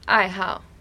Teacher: instead of pronouncing good like usual, like ni hao, where it's the third tone, it's the fourth tone.